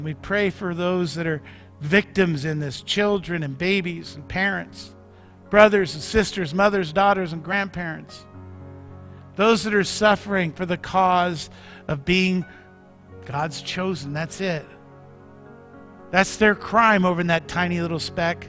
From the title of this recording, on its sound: Mt. Zion Church Live!